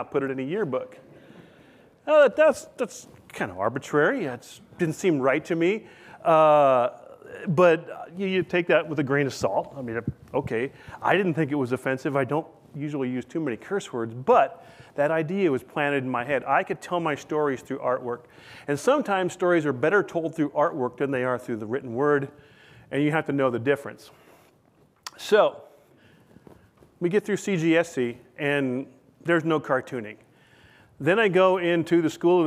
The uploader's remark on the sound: This lecture was recorded at the open house for the USAHEC's newest exhibit